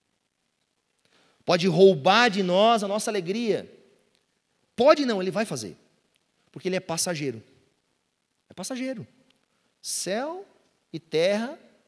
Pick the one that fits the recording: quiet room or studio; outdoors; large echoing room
large echoing room